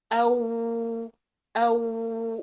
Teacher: الواو غير المادية والتي تخرج بضم الشفتين مع استدارتهما